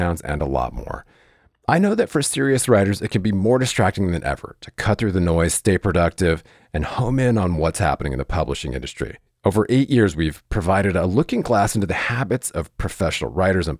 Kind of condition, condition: link, phone line